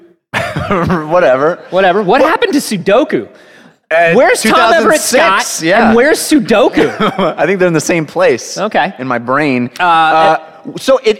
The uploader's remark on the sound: Recorded live in Boston at PAX East 2018.